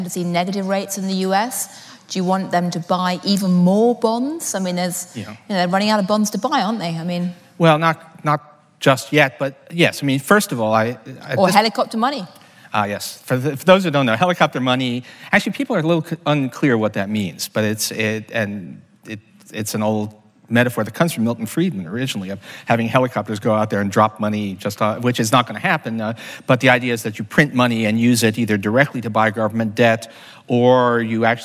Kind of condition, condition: setting, live audience